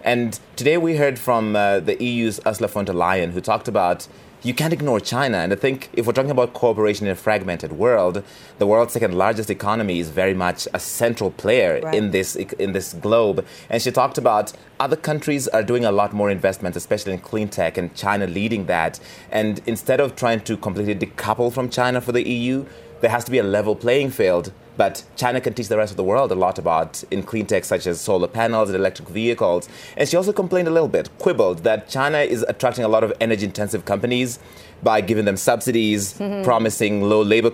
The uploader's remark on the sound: Today's show comes to you live from the World Economic Forum in Davos, Switzerland - the first in-person WEF since the pandemic began.